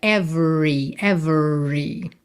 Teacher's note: lembra que o E do meio não é pronunciado. Então você vai do V direto para o R.